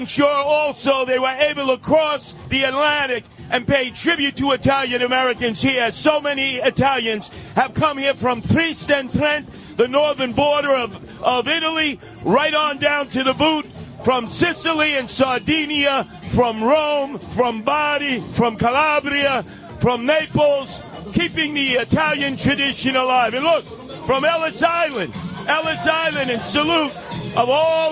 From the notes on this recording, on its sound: live from the Columbus Day Parade on the WABC Float